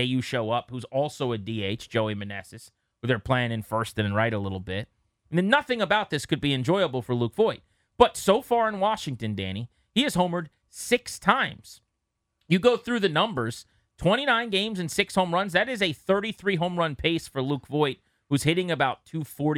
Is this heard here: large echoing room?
no